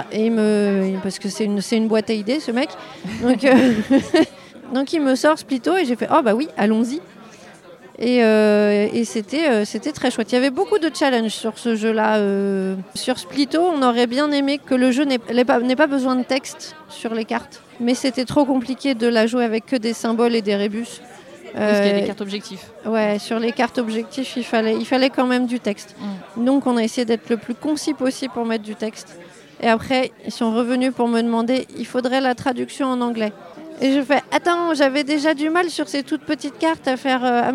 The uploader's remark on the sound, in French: lors du festival Paris est ludique en juillet 2023